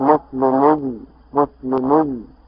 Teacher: فقلبت ضمة الميم كسرة لمناسبة الياء